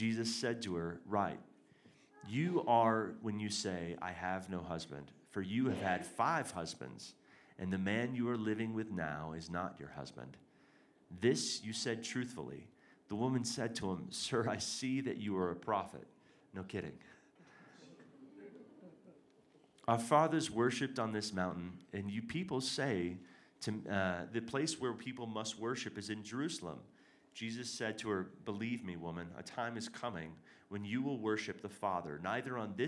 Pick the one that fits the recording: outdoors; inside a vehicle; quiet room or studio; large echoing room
large echoing room